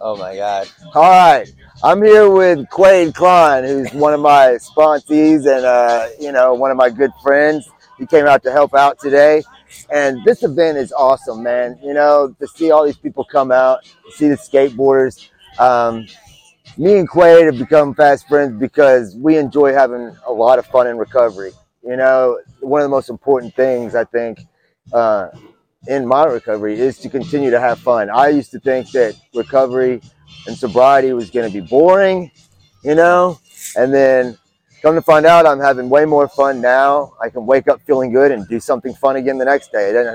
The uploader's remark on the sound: On location at Pete3Fest